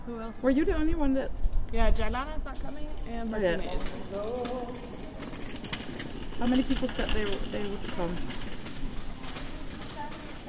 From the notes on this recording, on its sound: recorded in Utrecht while sketching beside the Domkerk, speaking with urban sketchers and random passersby who stopped